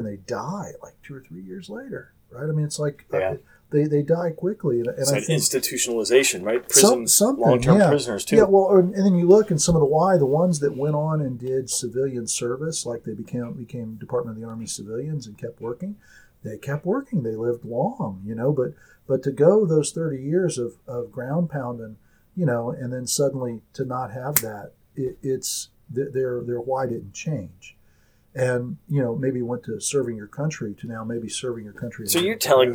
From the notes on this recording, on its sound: once again forgetting to use the good microphone